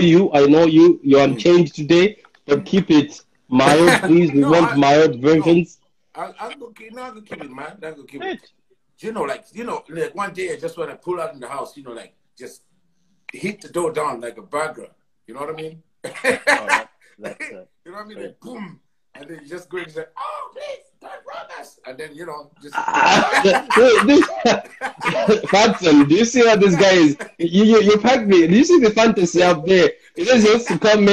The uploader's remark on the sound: live on Instagram